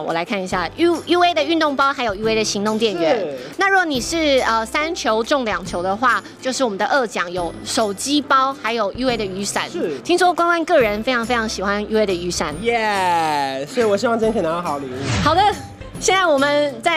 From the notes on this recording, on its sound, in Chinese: 我來到活動現場。UA武裝擂台賽 誰敢來挑戰》。